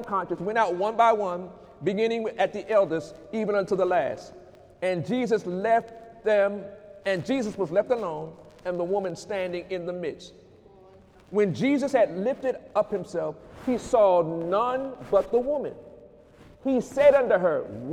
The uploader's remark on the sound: During Sunday morning service on January 6, 2018